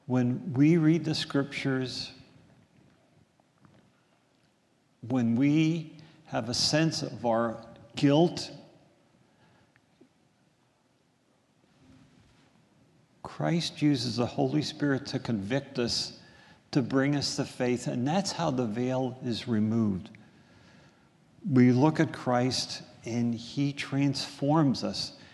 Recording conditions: large echoing room